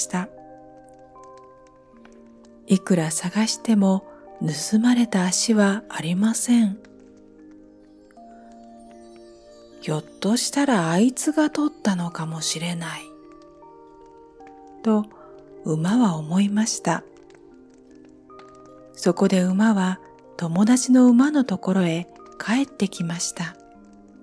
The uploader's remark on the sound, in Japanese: 焚火の音付き